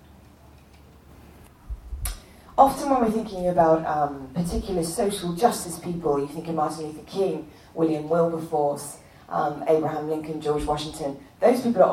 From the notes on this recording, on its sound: A talk recorded live in front of students at Bethel Church in Redding, CA.